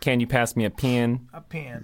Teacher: And they also both have the pin-pen merger, as we call it. So pin and pen get pronounced the same in most Black Englishes and in most white Southern Englishes. You say pin for both, or pin.